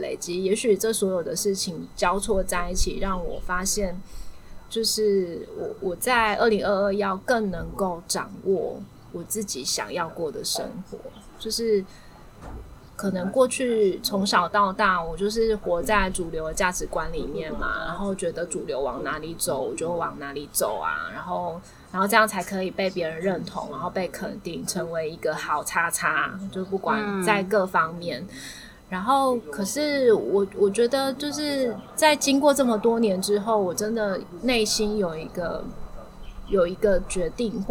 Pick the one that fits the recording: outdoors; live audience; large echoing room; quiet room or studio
outdoors